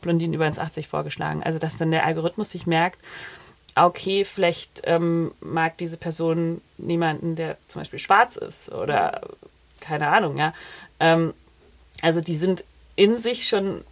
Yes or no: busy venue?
no